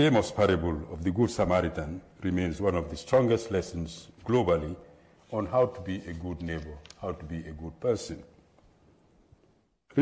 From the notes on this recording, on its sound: at the 2023 JRCLS Annual Conference in Atlanta, GA